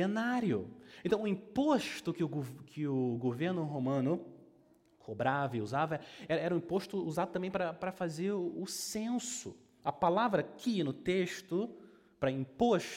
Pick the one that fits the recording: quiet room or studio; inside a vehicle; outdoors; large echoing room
large echoing room